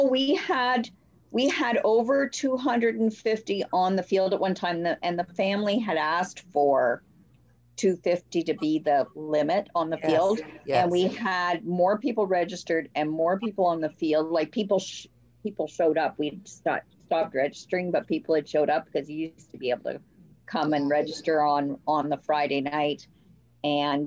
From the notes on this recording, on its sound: Sit around the Zoom table hopefully for the last time with hot beverages.